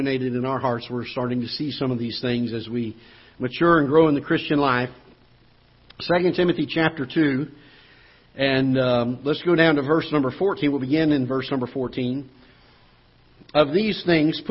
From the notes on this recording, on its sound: Ketha Heights Baptist Church ~ Live Broadcast.